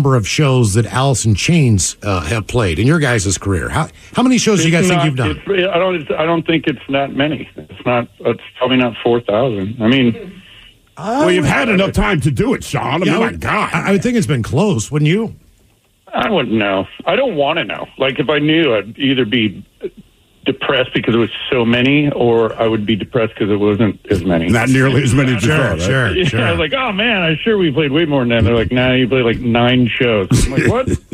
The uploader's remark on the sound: Special Phone Call!